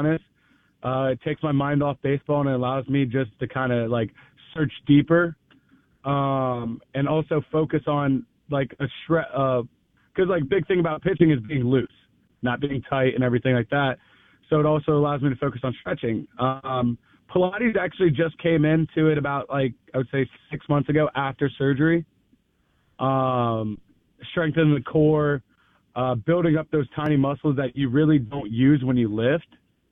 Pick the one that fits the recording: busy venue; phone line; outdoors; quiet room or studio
phone line